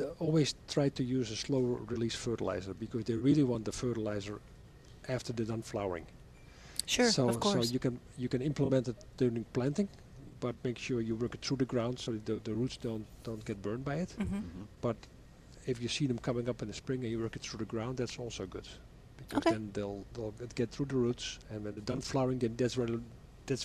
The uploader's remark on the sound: live from Prairie Gardens